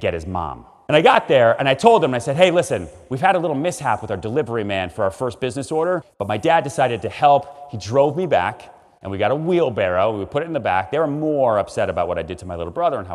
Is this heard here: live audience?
yes